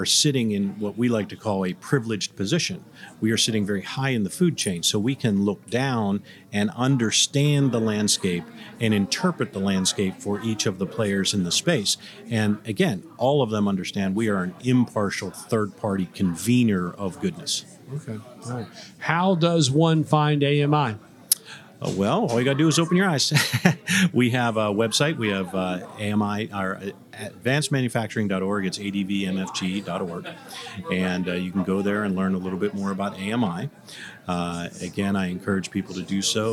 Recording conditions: busy venue